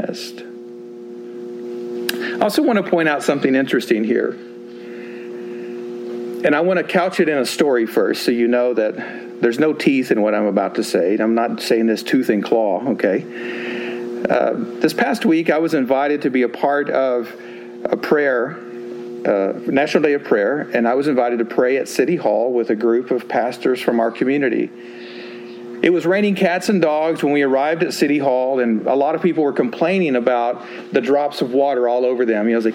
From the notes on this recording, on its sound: Sermon delivered at Westminster Presbyterian Church in Greenville, Texas